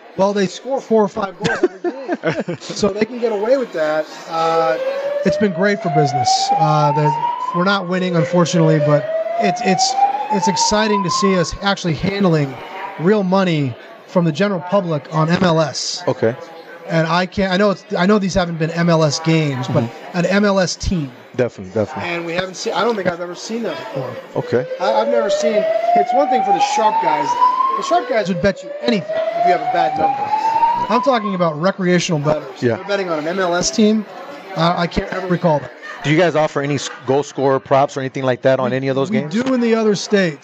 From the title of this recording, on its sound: Live from the Super Book at the Westgate Las Vegas